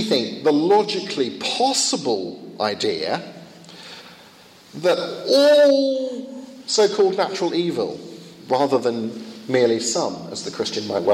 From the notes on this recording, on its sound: Second of two lectures at a conference in Finland